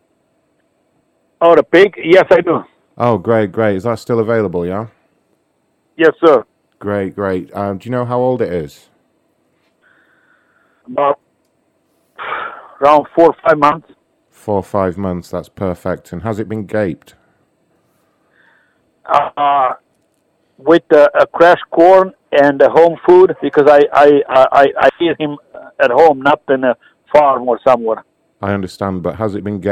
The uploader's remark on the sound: call into a very sexy gardening show